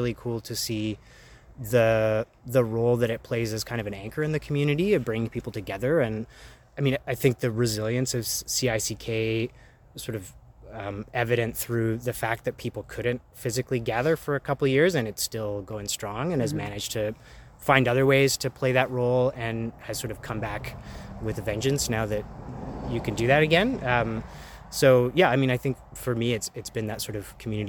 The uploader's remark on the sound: at their practice space in the alleyway, swatting away mosquitos and letting my recorder run out of card space